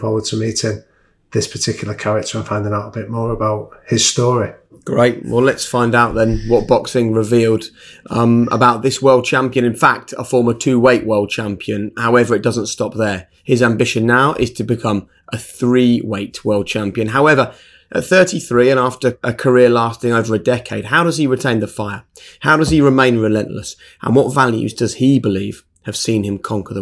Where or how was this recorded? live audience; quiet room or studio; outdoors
quiet room or studio